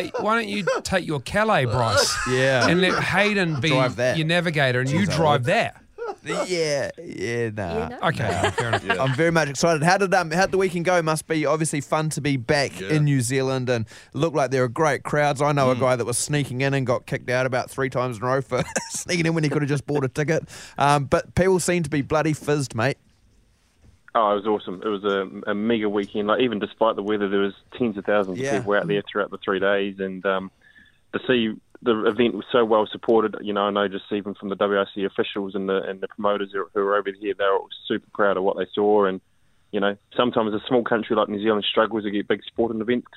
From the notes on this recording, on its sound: We are joined on the phone.